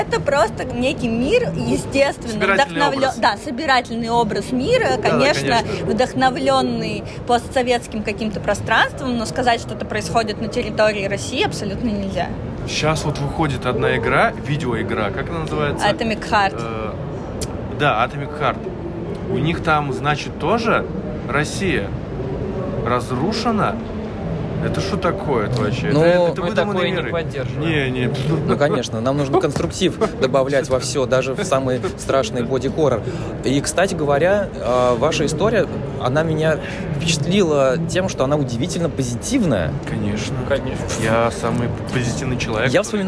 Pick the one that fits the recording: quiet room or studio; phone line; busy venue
busy venue